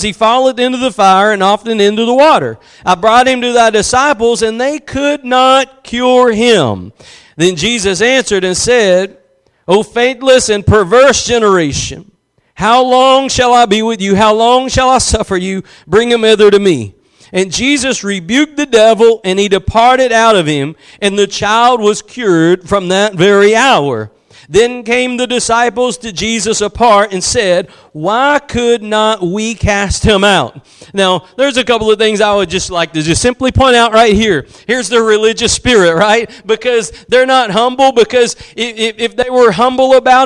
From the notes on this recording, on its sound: Preached at Gospel Lighthouse in Bossier City, La.